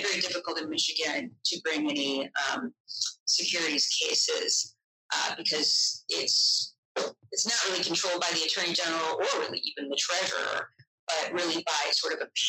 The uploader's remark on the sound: We apologize for the poor sound quality in this episode, our team faced unexpected technical issues that have since been resolved.